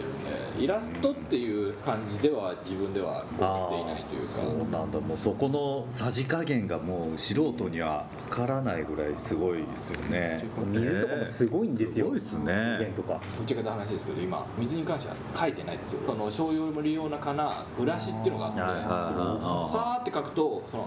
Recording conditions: background noise